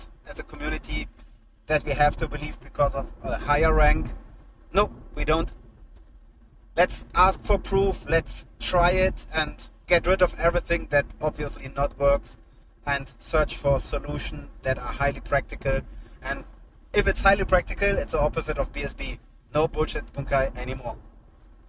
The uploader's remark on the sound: Finland Car Chat. Apologies for background noise, we had conversations during our long drive from Vaasa to Helsinki after amazing time in Finland.